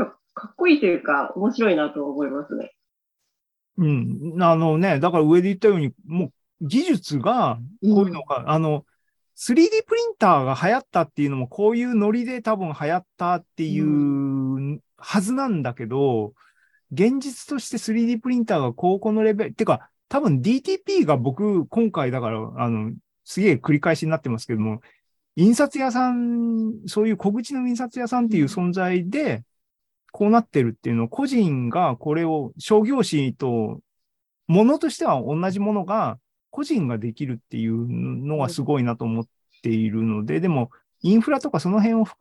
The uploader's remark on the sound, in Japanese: ZOOMライブの模様です